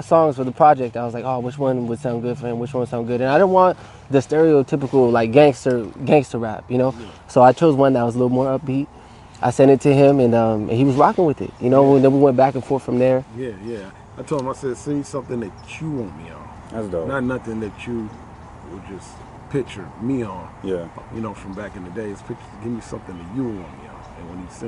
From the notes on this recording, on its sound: Recorded at Capistrano Park in Oceanside, CA.